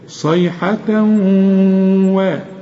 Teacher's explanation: الحرف كأنه مشدد، كأن الواو مشددة صيحة و، إنما دي إخفاء واحدة ف واحدة ف، شوف الف مش مشددة خلاف الواو. · Term: ادغام